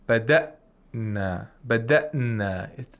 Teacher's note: And at the end, we do ikhtilas. We quickly pronounce the next letter. We don't make a pause in between the hamzatul qatar and the noon. So we shouldn't say bada'na.